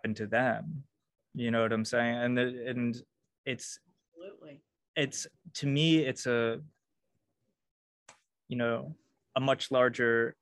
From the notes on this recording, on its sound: First sorry for the zoom format!